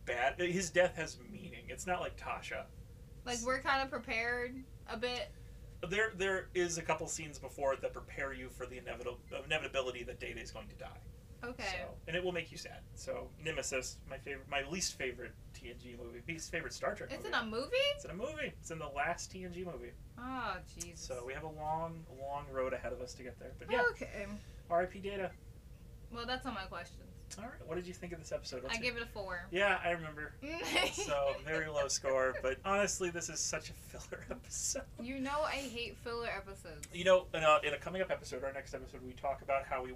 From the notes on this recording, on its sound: Had some issues with our new mics.